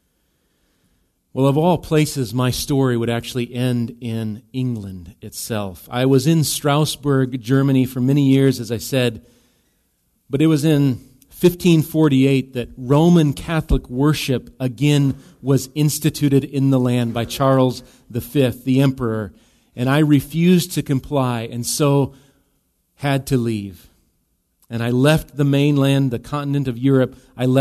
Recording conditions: live audience